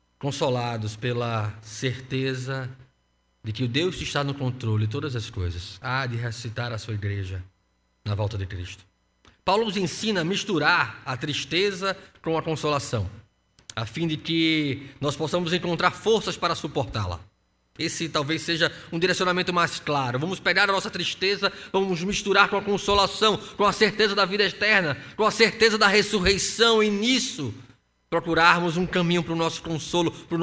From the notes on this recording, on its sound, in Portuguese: No culto presencial e transmitido ao vivo no domingo (04/04/2021) às 15h.